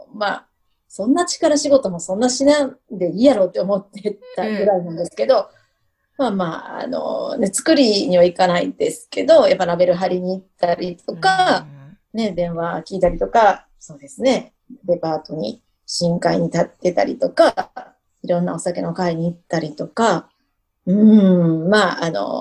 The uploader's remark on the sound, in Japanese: Zoom収録